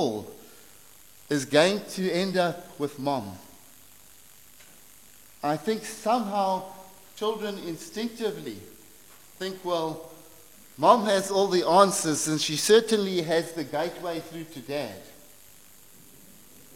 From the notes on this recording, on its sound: preached at St Marks Methodist, Cape Town